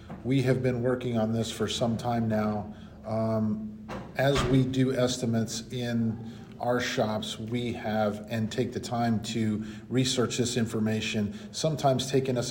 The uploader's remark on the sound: on the sidelines of the Collision Industry Conference (CIC) in Indianapolis